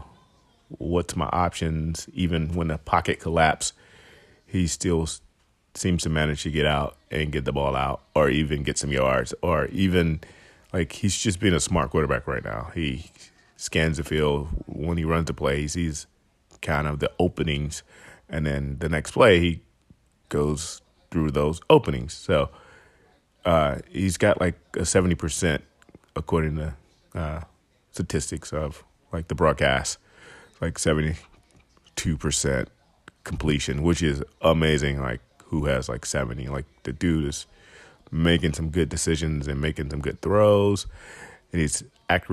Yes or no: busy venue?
yes